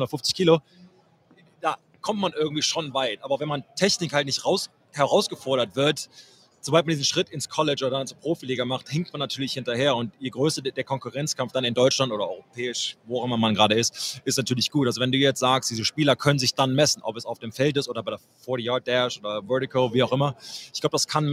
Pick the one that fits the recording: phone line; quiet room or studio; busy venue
busy venue